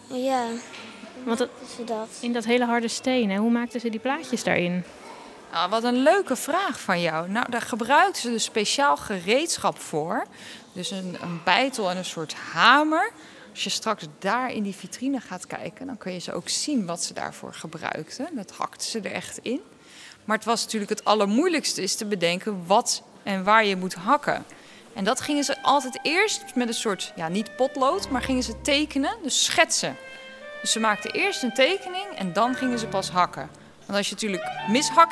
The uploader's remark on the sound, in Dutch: Zijn we live aanwezig in het Rijksmuseum van Oudheden in Leiden, ter ere van het Weekend van de Wetenschap. Midden in de museumzaal. Samen met een heleboel nieuwsgierige kinderen.